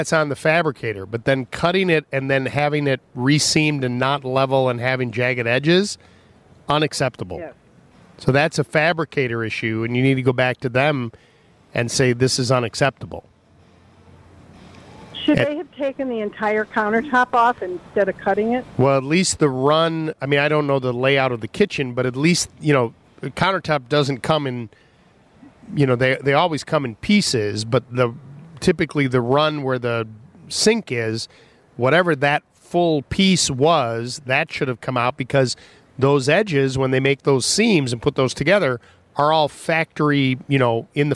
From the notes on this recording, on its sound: LIVE from the Chicago Auto Show. LIVE from the Chicago Auto Show.